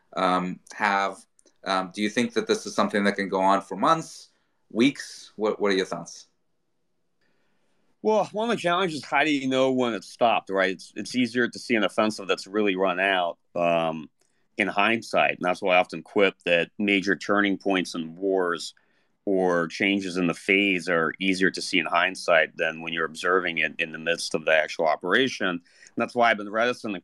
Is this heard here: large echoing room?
no